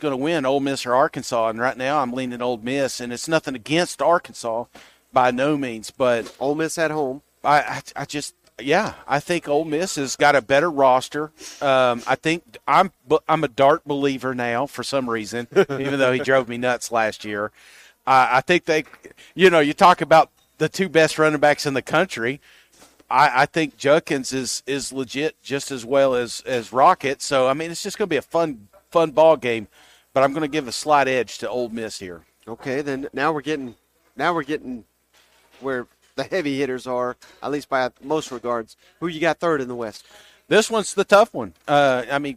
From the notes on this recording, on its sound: SEC Media Days LIVE! 2023 SEC Media Days live from Nashville.